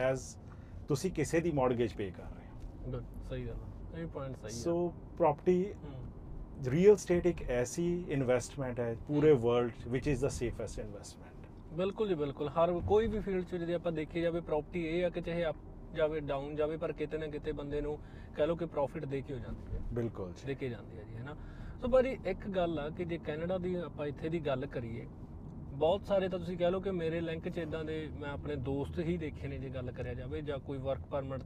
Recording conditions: inside a vehicle